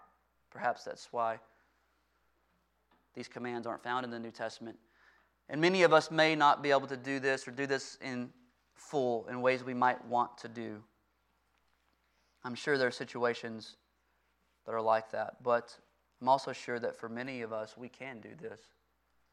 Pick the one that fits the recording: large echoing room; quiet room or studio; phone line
large echoing room